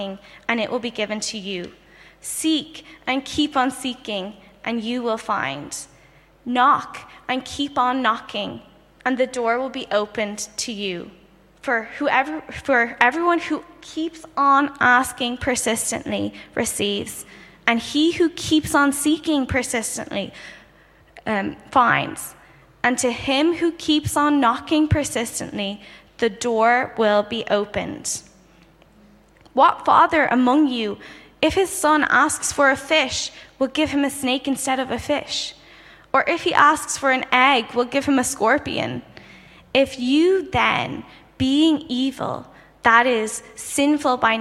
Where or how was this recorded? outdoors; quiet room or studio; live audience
live audience